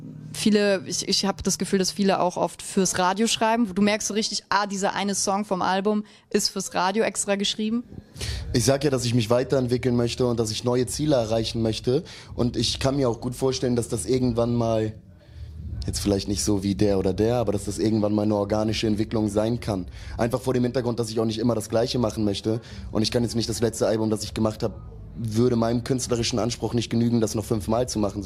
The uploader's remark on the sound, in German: auf dem Tapefabrikfestival